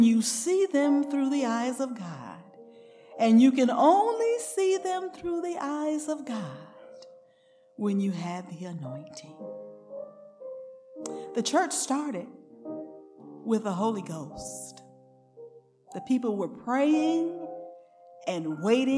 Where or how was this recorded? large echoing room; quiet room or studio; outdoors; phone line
large echoing room